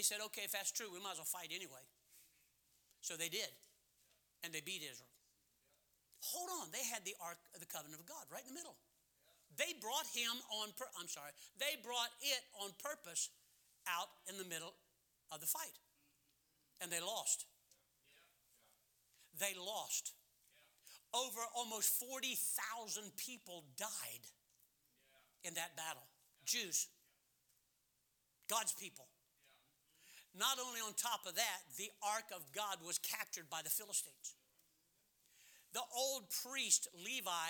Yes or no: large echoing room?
yes